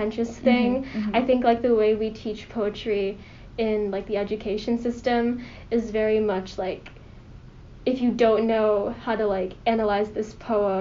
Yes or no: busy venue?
no